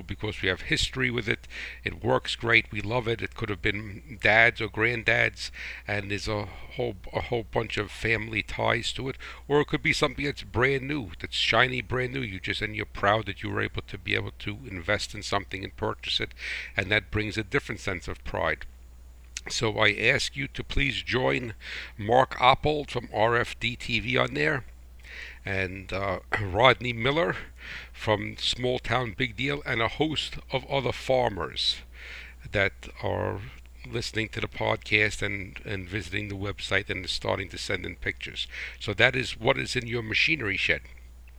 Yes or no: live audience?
no